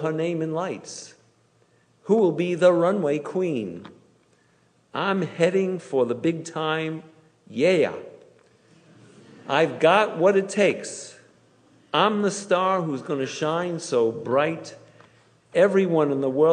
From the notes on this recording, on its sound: Delivered on Yom Kippur at Temple Emanu-El.